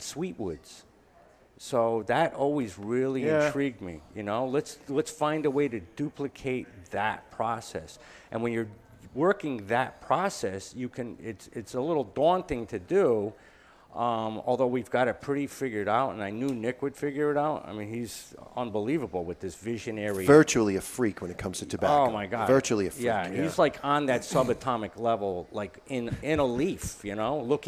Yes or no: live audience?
yes